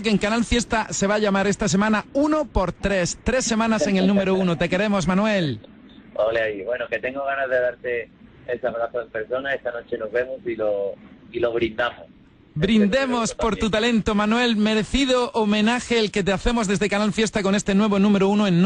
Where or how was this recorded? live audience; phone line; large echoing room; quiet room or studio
phone line